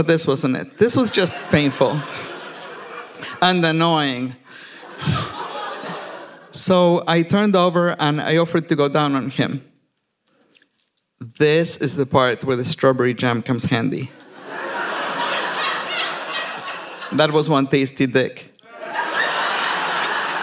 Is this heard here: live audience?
yes